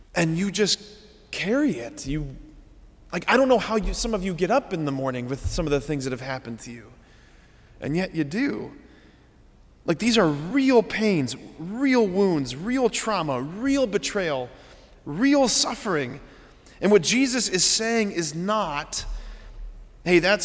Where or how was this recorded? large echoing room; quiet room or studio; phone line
large echoing room